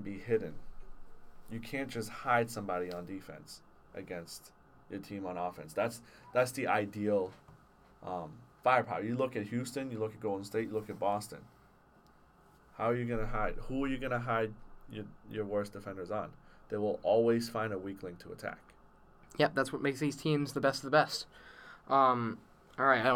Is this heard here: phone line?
no